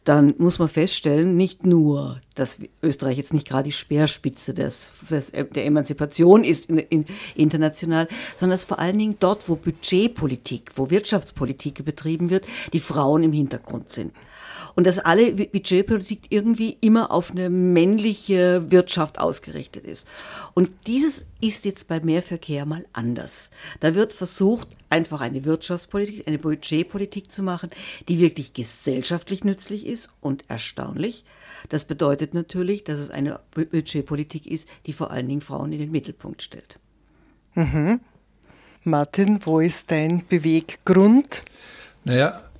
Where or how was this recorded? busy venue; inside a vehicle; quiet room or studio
quiet room or studio